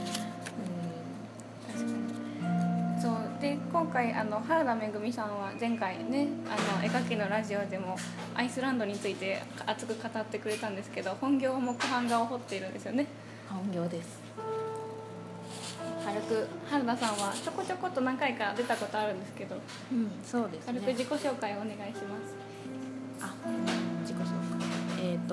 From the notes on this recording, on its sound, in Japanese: itohenという大阪にあるギャラリーさんの許可を得て収録をしております。